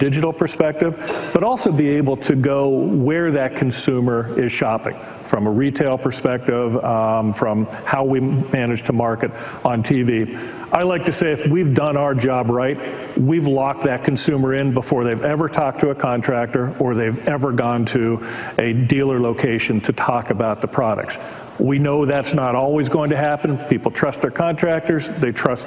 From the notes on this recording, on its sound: in front of a live audience